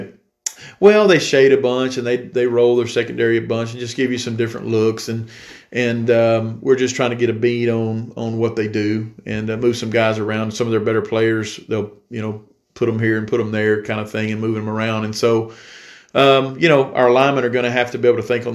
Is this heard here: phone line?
no